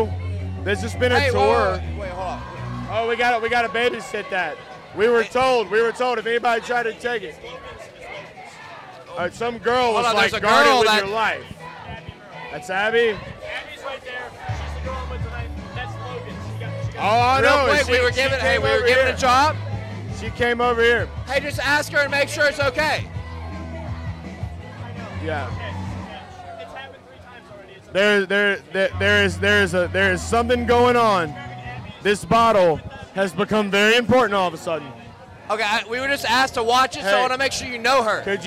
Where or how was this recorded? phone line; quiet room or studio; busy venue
busy venue